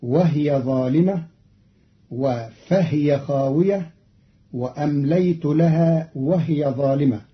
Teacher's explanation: قرأ قالون الكلمات وهي وفهي وهي في الجمل السابقة بإسكان الهاء فتصير وهي ظالمة وفهي خاوية وأمليت لها وهي ظالمة، والكسر والإسكان كلاهما في لغة العرب.